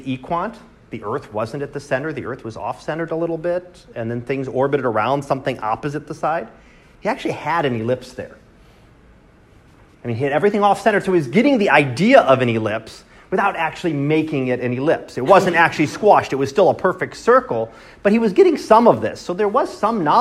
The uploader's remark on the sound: Live Class Lecture